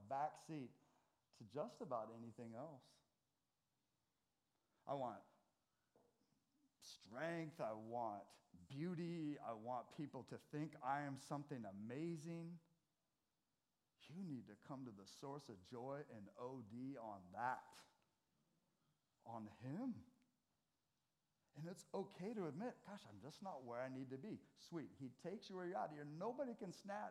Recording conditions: large echoing room